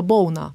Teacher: bolan je moška oblika in ženska je pa bolna, ker tukaj ta samoglasnik izpade · Term: neobstojnega samoglasnika